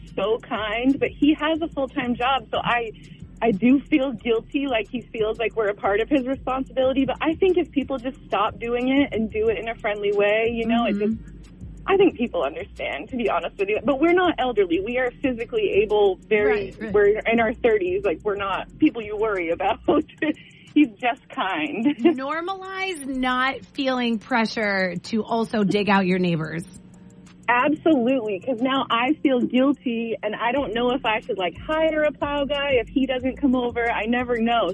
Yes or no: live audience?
no